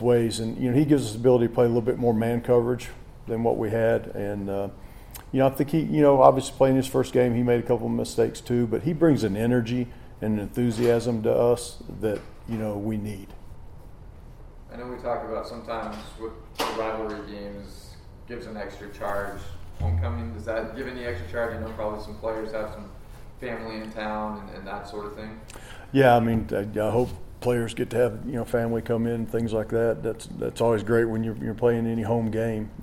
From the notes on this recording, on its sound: Full audio from the weekly press conference